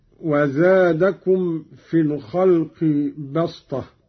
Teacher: قوله تعالى: وزادكم في الخلق بسطة، قرأ قالون بالصاد قولا واحدا وهي لغة قريش، أبدلت السين صادا لتوافق الطاء في الاستعلاء والإطباق